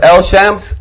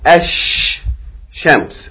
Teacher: Once for the word, it begins with sheen, and the second one to place the lam. Okay, so instead of saying al shams, we're going to say ash shams